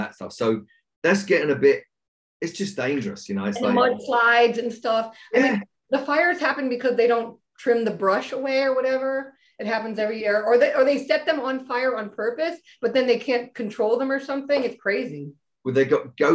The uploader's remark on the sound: on a video zoom chat